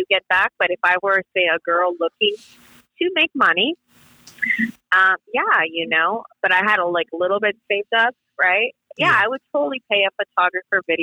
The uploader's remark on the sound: We had to make this a phone interview due to COVID, but still very interesting.